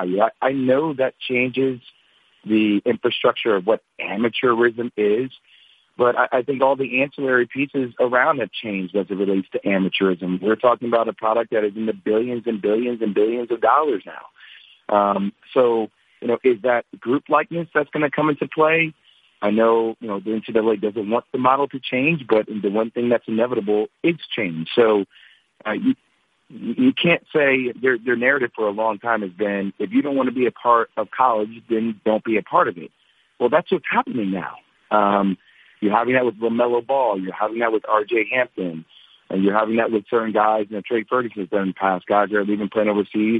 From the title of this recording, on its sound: NBA On Christmas Conference Call